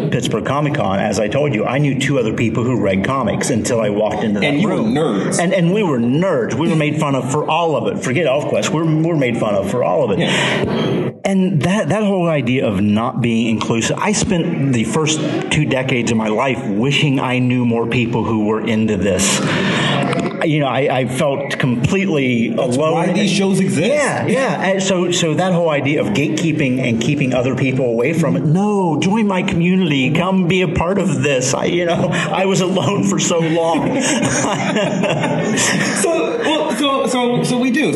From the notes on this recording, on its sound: Live from 3 Rivers Comicon!